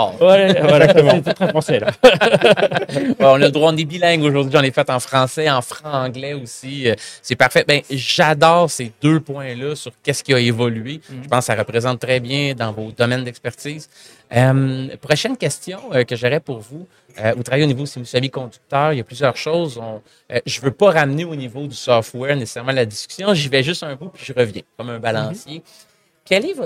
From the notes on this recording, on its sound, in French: En direct du Hardtech à Toronto